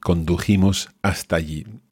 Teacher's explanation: So there we've got that J that's present throughout the conjugation of conducir in the preterite. And you'll hear it as the ch sound.